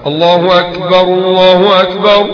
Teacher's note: الكاف على سكون، ولا تنطق الكاف جيم